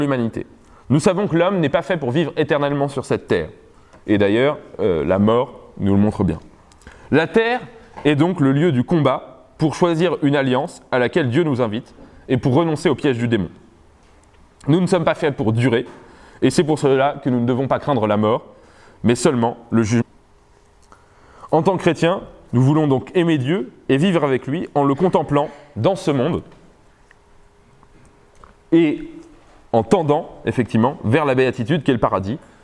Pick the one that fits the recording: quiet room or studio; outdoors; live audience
live audience